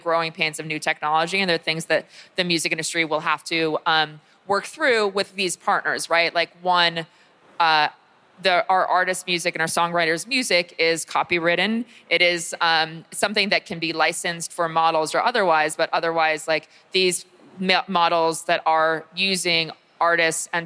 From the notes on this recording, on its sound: Recorded live at Consensus 2023 in Austin, Texas. Discussed live on stage in Austin at Consensus 2023.